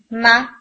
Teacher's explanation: अब मा में आपके लिप्स दोबारा खुल जाएंगे और फेशियल जॉ मोशन आएगा